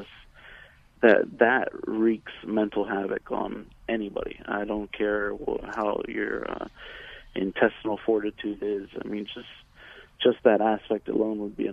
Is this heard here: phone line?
yes